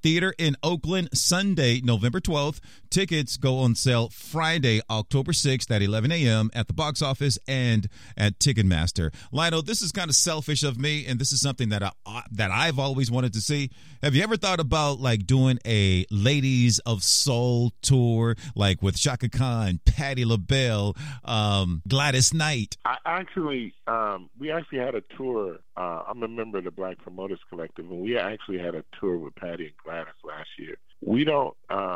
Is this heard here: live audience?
no